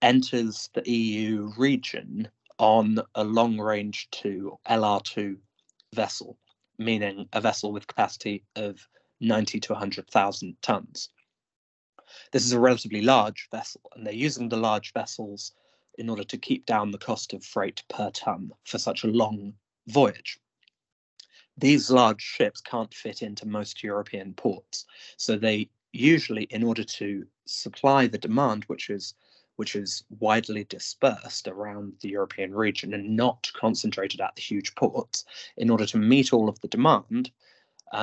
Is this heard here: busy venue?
no